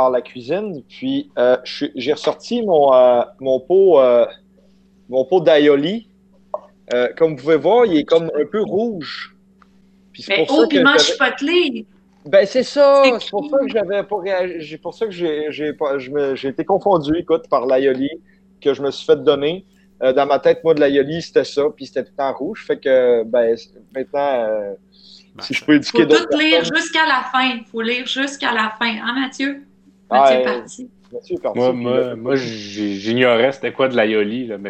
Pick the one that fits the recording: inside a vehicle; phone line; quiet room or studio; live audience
phone line